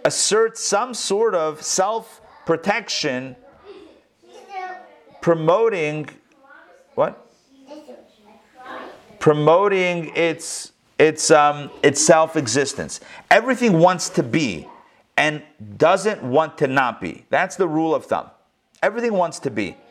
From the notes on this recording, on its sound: Recorded live in Atlanta on November 29, 2020